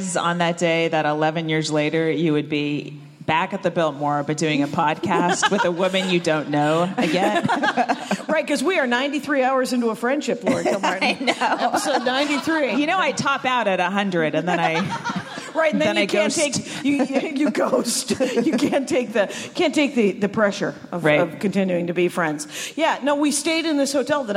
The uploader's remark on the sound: live from LA Podfest!